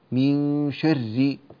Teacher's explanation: الراء المكسورة المشددة ترقق، من شر، لا تقول شر كما يفعله كثيرون الآن، من شر، لا، شر ما خلق.